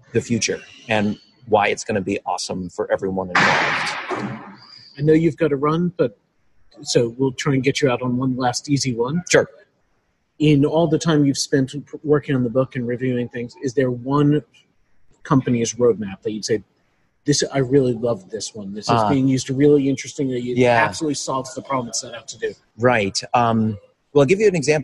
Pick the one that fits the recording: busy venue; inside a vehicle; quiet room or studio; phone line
busy venue